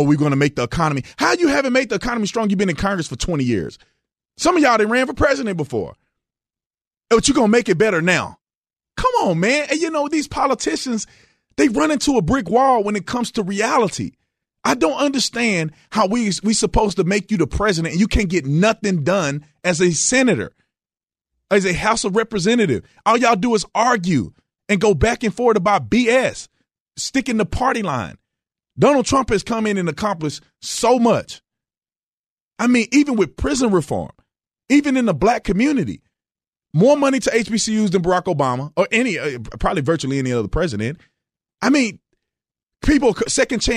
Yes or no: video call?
no